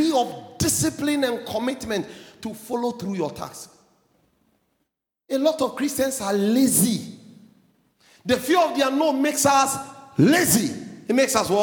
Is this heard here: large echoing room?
yes